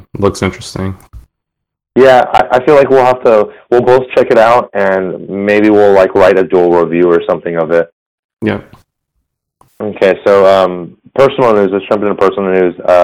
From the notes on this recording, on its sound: The audio for him is extremely poor because he had to call in.